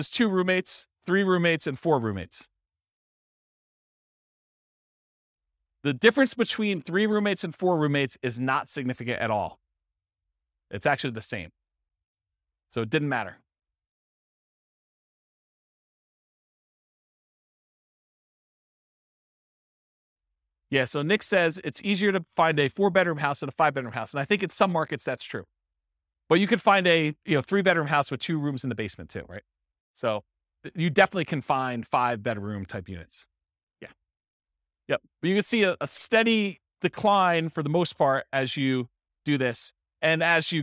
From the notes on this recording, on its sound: This was a live class recorded